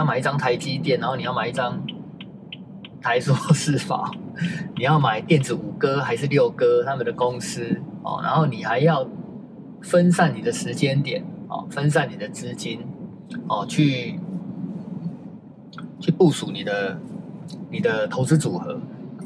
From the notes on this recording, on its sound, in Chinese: 在車子行進中錄音的碎碎唸，歹勢......收音技術學習中。